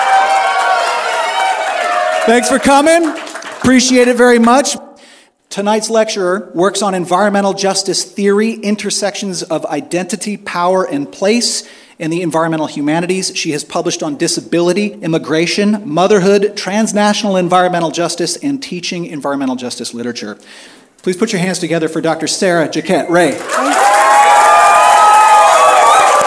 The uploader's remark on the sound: a standing-room only audience at the Plaza View Room in Arcata, California